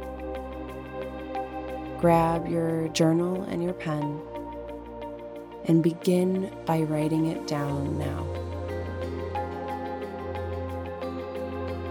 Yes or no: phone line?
no